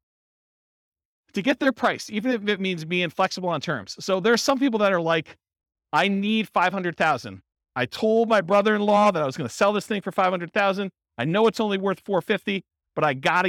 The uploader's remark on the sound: Real estate entrepreneurs in Evansville, Indiana. This was a live class recorded.